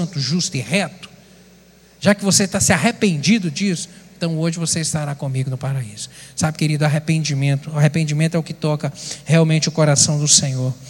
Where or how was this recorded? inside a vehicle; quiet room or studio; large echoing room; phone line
large echoing room